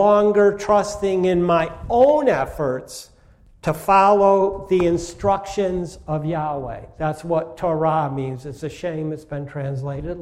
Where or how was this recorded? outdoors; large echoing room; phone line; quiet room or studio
large echoing room